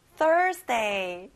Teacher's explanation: 앞에 Thur에 강조해 보세요.